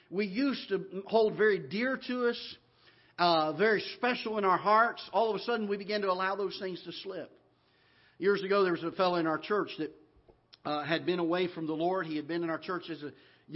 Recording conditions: large echoing room